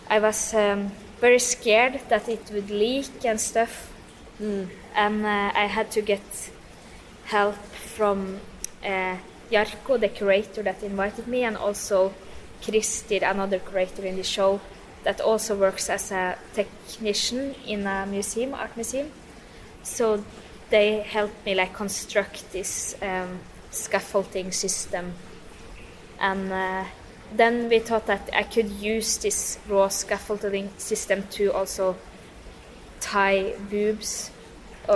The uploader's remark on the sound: in the Kuva/Tila gallery of the Fine Arts Academy of Helsinki